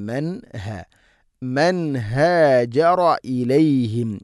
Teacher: ഹ തൊണ്ടയുടെ താഴെ ഭാഗമാണ് മഖ്റജ്, ഇദ്ഹാറിന്റെ അക്ഷരമാണ്. നൂനിനെ കൃത്യമായിട്ട് ഇദ്ഹാർ ചെയ്ത് ഉച്ചരിക്കണം.